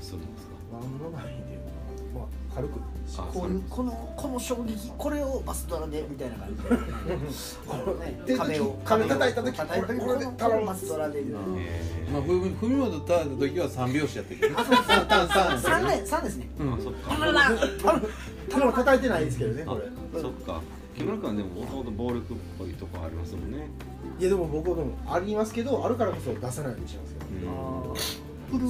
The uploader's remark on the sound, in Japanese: 神戸、SPACE DOG!RECORD(お店)より。